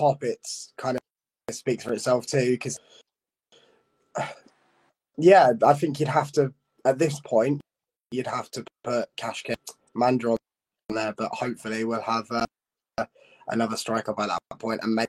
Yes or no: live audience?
no